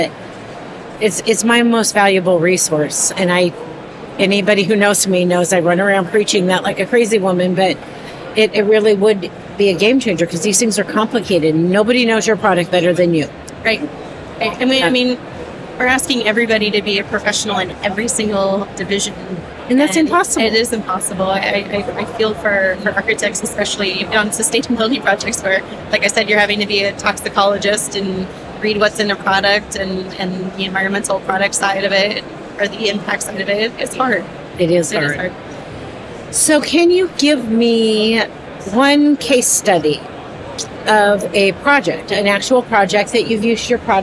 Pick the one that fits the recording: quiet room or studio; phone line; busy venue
busy venue